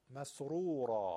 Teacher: حرف را هم زمش هم فتحش، چه کشیدشون چه کوتاهشون، درشتن